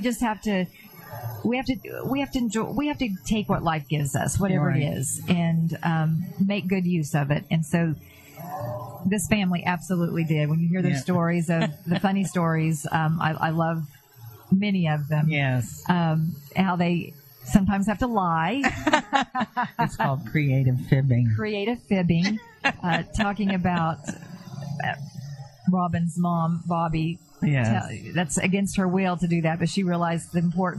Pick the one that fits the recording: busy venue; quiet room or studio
busy venue